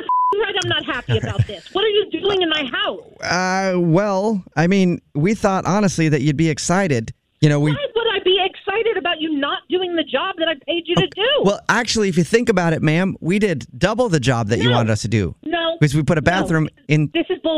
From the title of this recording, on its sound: Phone Prank